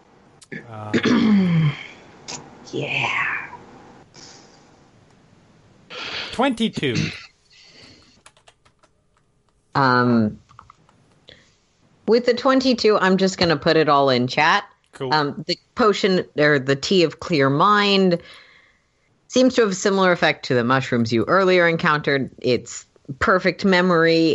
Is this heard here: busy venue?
no